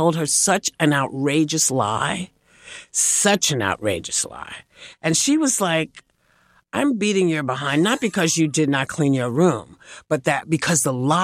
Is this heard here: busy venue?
no